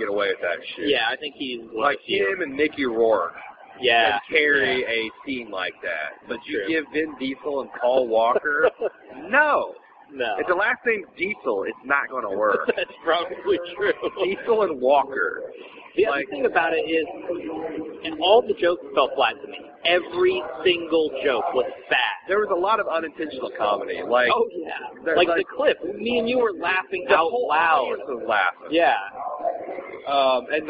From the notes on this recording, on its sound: The audio quality is a little off since we recorded this on my blackberry sitting on a table during game four of the Bulls/ATL playoff series, but it's easy to understand.